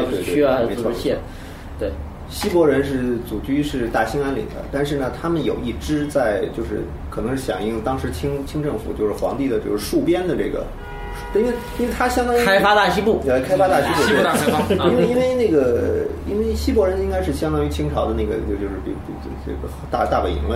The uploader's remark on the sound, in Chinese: 本期节目为在张大妈办公区用录音笔录制，可能有街道上的杂音，请见谅。